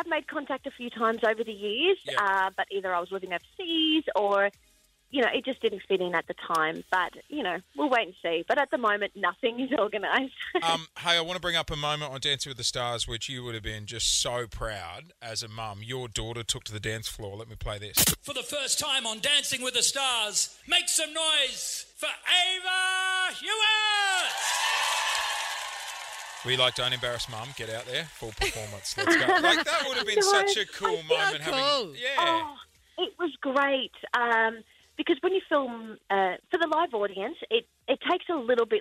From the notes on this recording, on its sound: called in for a chat with the guys!